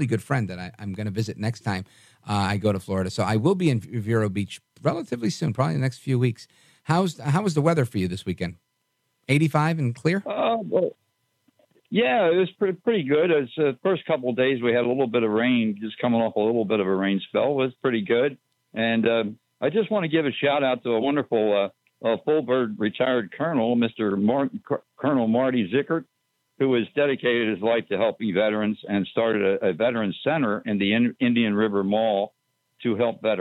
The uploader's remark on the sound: we take your calls in open phones across America